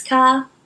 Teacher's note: you basically replace the R with an AH. So car becomes car.